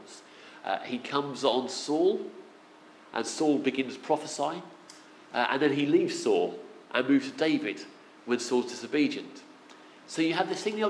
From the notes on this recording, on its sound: Our sermon from the 11am service on Sunday 23rd October 2016